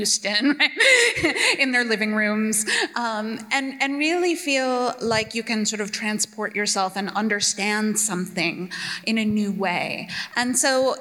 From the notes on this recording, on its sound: We feature a Portland Book Festival event with two prominent young adult novelists whose work appeals to readers of any age.